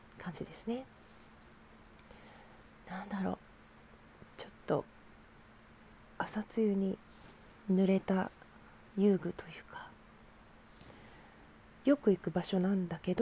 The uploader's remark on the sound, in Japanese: From Radiotalk。雑音入ってしまってごめんなさい。